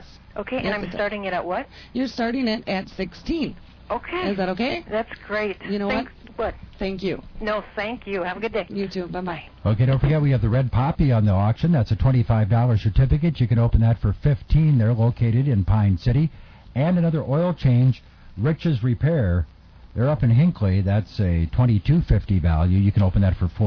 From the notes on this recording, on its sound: Personal Prank Phone Calls Collection